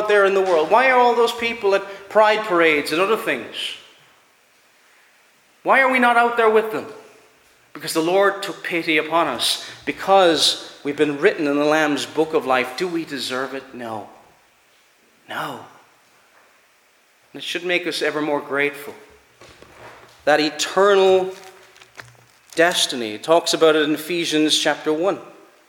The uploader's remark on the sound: Preached at Ballyclare - Dough Free Church -Continuing-.